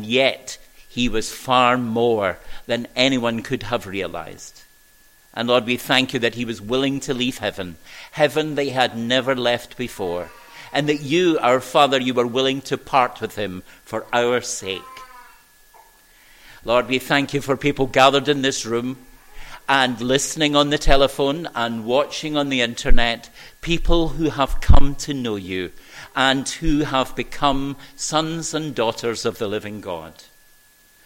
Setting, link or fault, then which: setting, large echoing room